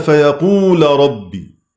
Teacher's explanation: هذه لام بعدها راء، فهل يجوز فيها الإدغام؟ الجواب لا، لأنها أتت مفتوحة بعد ساكن · Term: امتنع الإدغام